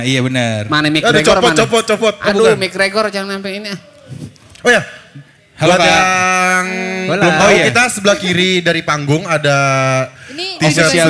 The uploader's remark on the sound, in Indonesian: The JokeAss LIVE PODCAST waktu Grand Opening Sedjuk Pejaten